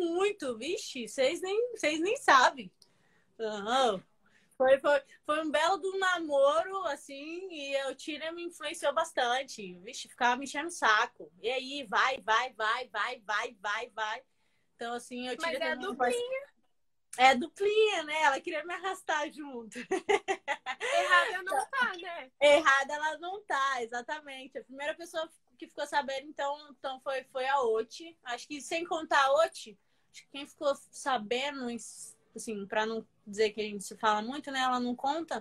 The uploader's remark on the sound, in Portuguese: Rolou uma live no meu instagram